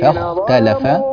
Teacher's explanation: الخاء تحتاج منك إلى مزيد تفخيم